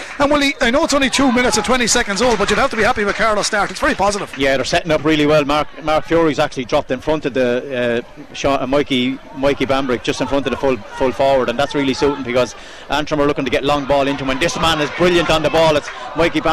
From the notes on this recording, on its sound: We were live from Corrigan Park